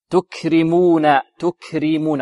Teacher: تكرمون تكرمون، والراء مرققة. لماذا؟ لأنها مكسورة